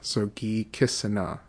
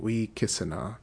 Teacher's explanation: with either of those, gi or we, the next consonant might harden up. So it's a really subtle thing to hear sometimes, but like if it's a G sound, so gi gisana, that gisana turns into kisana.